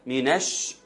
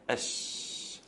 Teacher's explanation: الشين خفيفة أش بس، تبقى إن شاء الله فيها صفة التفشي بتاعتها وتطلع مرققة · Shown in: second take · لأنه حرف مرقق جميل.